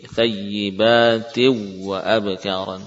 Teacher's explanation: Sebagian qurra membaca nun sukun ke dalam wawu dengan idgham kamil tanpa gunnah.